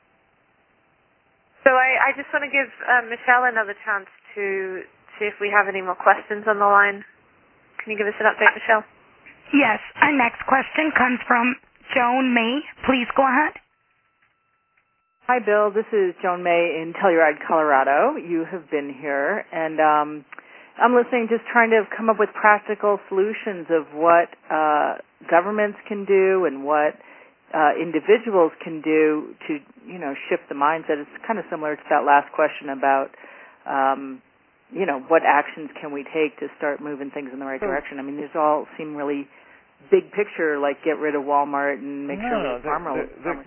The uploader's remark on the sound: Conference call series. Call recorded on July 28, 2011.